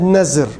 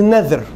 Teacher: Nadhr, and most of the people, when they talk about a nadhr, they said nazr. They use the Z instead of TH or DH. In Arabic is nadhr, because the Quran used the word nadhr or nudhur.